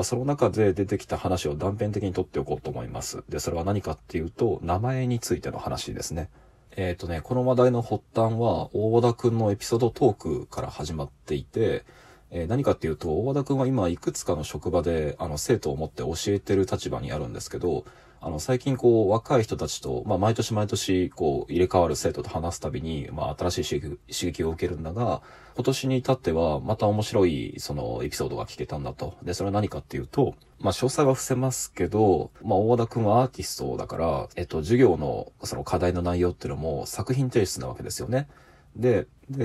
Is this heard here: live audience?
no